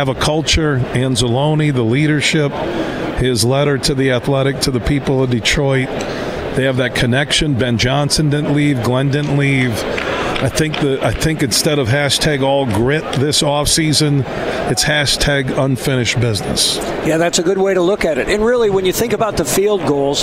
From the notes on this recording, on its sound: Today we're broadcasting live from the West Michigan Golf Show inside Devos Place in downtown GR.